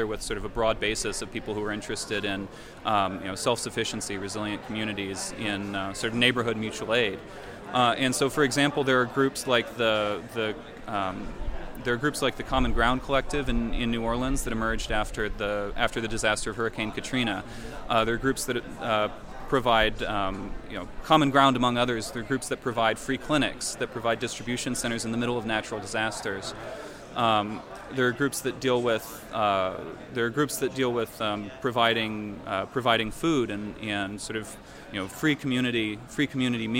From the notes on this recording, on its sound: recorded on Septermber 1st at Libertopia Festival